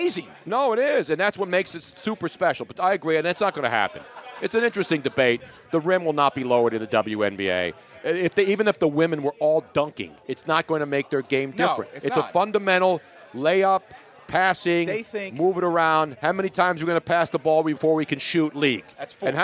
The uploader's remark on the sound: The fun continued live from Nick's Place in Houston getting set for #FinalFour.